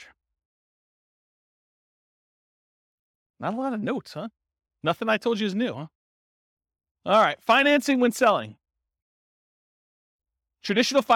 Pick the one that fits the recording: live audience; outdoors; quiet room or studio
live audience